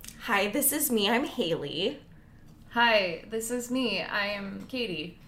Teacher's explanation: We both have a lot of California vocal fry.